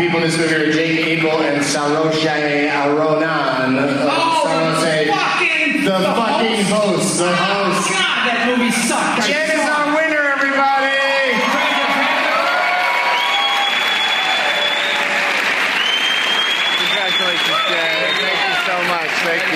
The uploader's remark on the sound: Competes against audience members at the Neptune Theater on Sunday April 14, 2013. Seattle.